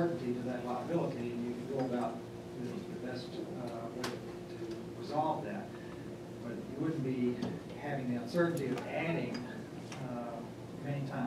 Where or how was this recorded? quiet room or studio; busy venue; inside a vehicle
busy venue